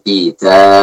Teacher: maka kita waqafnya dengan suara hamzah, bukan suara ya.